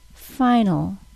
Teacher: If you listen carefully to the word final, you'll hear that there is no vowel sound in the final syllable. Final. My tongue moves directly from the L sound to the L sound with no vowel in between. · Term: Syllabic L's